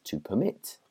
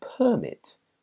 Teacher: So to permit someone, emphasis on the second part of the word, but a permit, a noun, the emphasis on the first part.